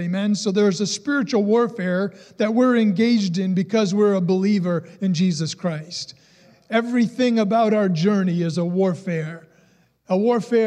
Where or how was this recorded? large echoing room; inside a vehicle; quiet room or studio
large echoing room